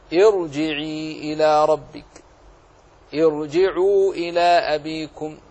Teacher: فالكسرة في ارجعي كسرة عارضة، فلم يكن لها تأثير في تفخيم الراء، في ترقيق الراء، فبقيت الراء مفخمة